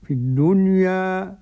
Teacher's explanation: الدنيا على وزن فعلة، قرأ ورش بالفتح والتقليل